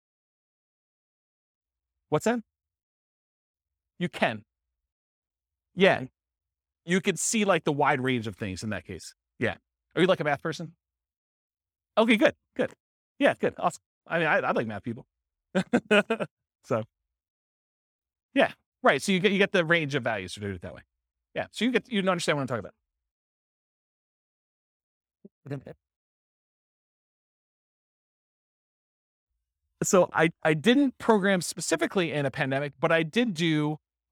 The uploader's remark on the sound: This was a live class recorded